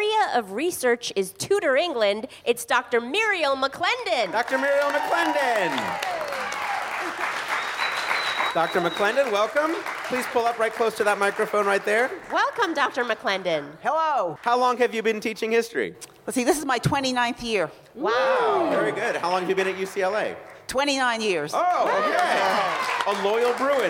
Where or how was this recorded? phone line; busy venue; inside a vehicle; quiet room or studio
busy venue